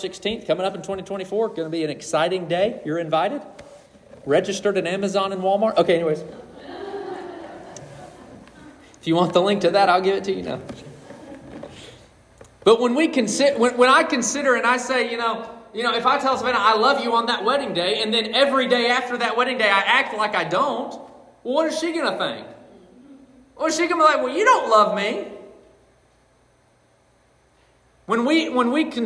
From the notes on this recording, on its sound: This message was preached on December 31, 2023.